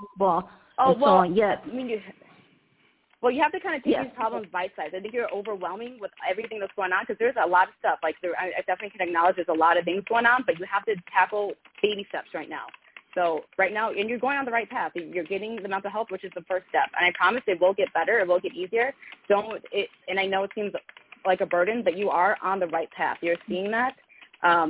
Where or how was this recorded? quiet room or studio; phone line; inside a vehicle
phone line